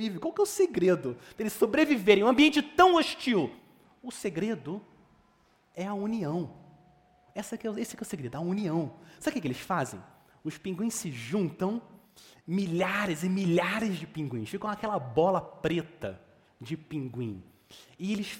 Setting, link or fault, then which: setting, large echoing room